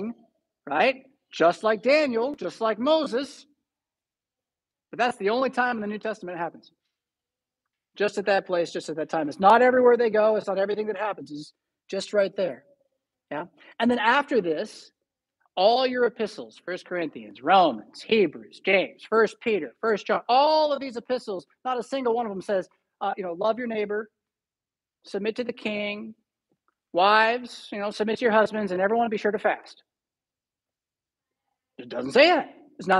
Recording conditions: large echoing room